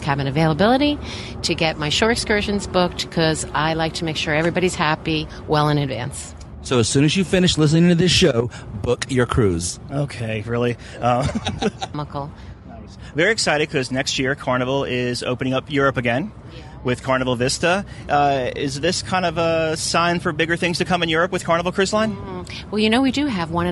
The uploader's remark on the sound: Carnival Freedom in Galveston - LIVE. We were broadcasting live from the lido deck (pardon the wind), overlooking 1000's of military men and women.